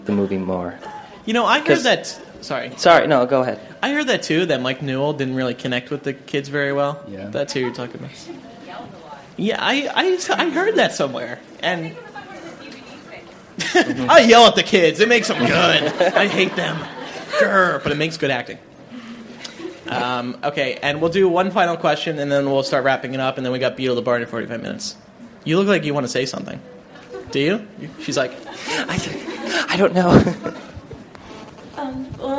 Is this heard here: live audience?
yes